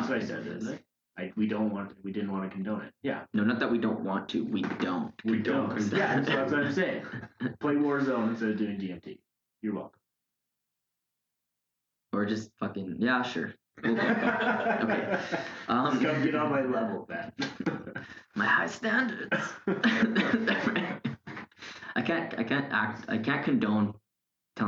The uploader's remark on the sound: APOLOGIES FOR THE AUDIO QUALITY WITH THIS ONE